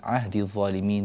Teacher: الياء مفتوحة، وهذا غير معتاد لمن يقرأ برواية حفص عن عاصم، فإن الياء في رواية حفص عهدي الظالمين بالسكون، لكن من يقرأ بقراءة نافع يفتح